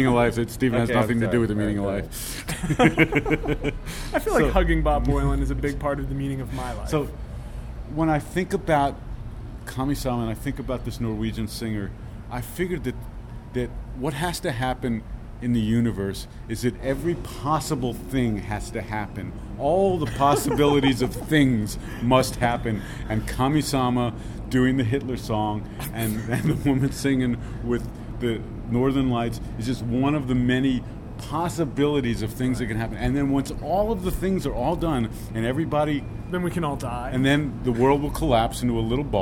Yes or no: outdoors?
yes